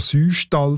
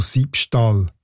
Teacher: dass das «Ü» im Süstall zu einem «I» entrundet worden ist, bevor in der Alltagssprache «Sü» zu «Säu» diphthongiert worden ist.